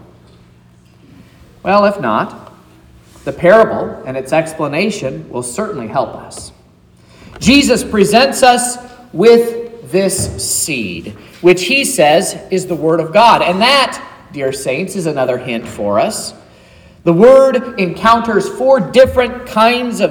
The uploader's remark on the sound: sermon preached at Trinity Lutheran Church in Vallonia, Indiana